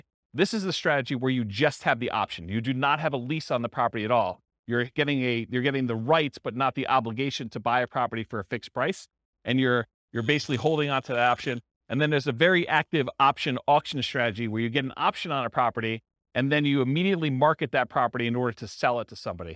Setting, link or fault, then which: setting, live audience